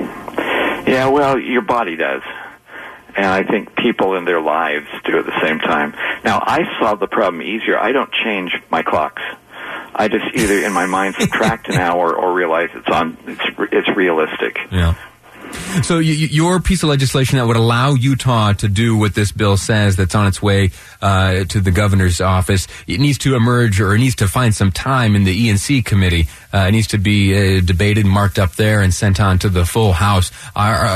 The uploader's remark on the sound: via phone